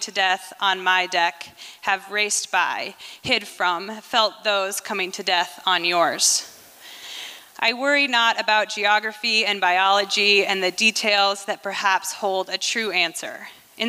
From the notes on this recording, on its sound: recorded at the Liberty Theatre in Astoria, OR on Friday, February 24th, 2023.